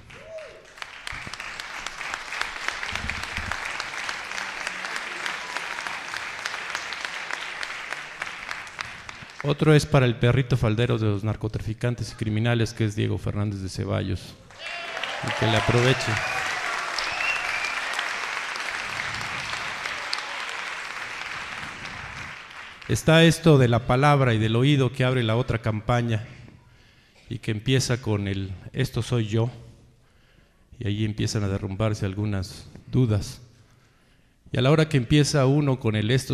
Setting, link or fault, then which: setting, live audience